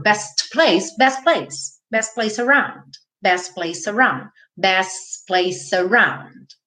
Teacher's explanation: Ele comeu o T aqui pra não falar best place